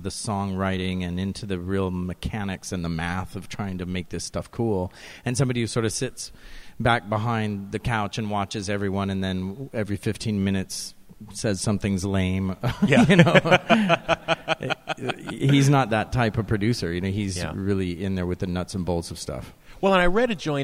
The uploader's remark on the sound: The pair joins Sound Opinions in Portland, Oregon for a special live performance and conversation.